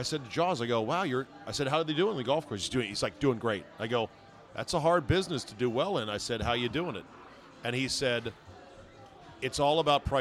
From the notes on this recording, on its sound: RECORDED LIVE at DC PRIME STEAKS in Ashburn VA.